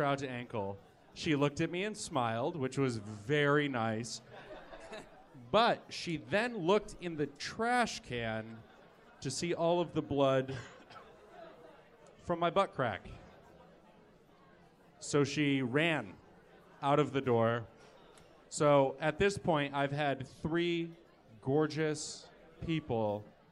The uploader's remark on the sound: (LIVE)